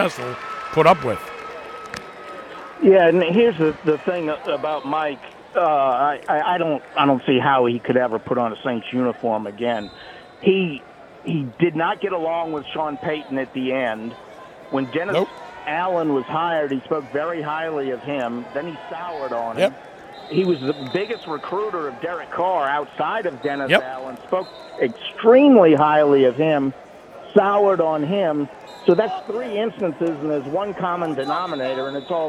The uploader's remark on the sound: live at wrestling championship